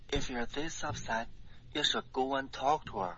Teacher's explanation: upset 的这个发音呢，我觉得挺好的，嘴巴张开大了一点，就一点点 · Term: eh 的这个音